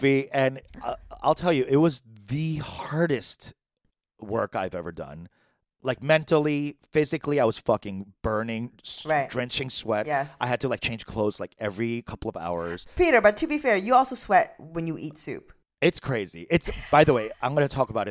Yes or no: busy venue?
no